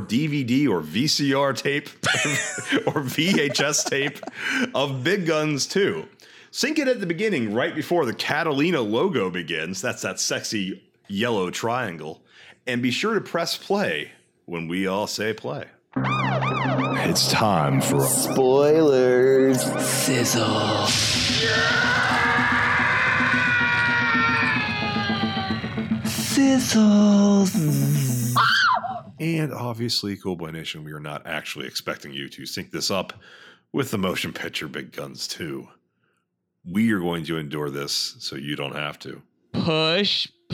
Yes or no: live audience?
no